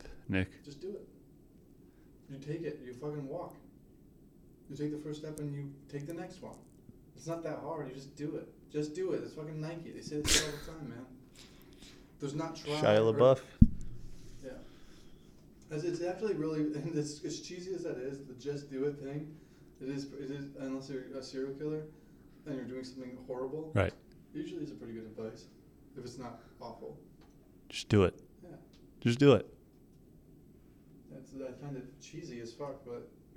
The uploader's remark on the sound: there was a mic malfunction in the recording